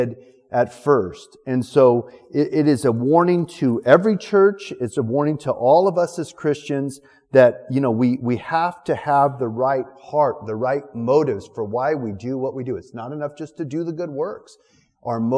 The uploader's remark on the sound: Recorded November 7th, 2019 at our Thursday evening service. City on a Hill Church.